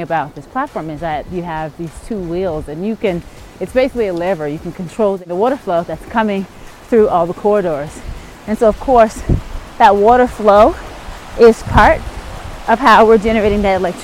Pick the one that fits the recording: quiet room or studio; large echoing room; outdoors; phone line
outdoors